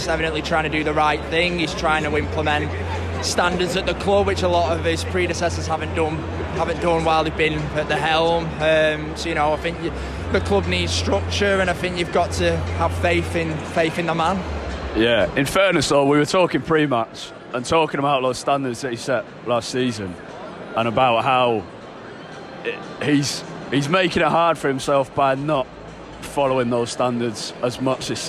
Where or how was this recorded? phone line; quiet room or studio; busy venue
busy venue